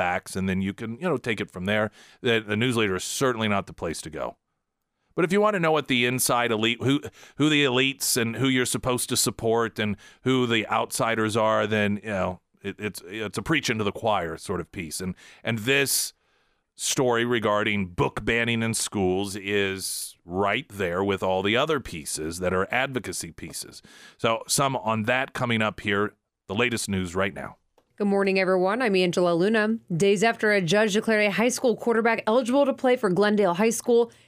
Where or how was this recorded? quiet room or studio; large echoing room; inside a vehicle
quiet room or studio